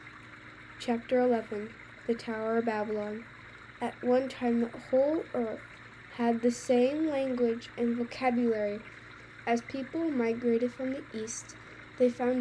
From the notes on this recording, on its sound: Background sounds: Creek